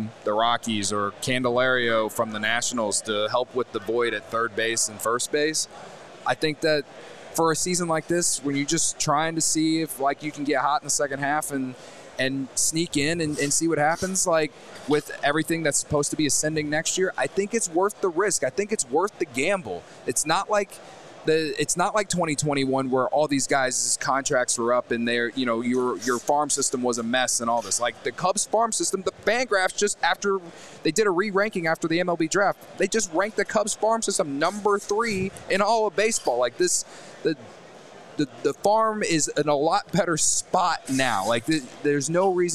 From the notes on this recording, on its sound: Live from the National Sports Collectors Convention in Rosemont. The CHGO Cubs Podcast crew is out and about with the Diehards!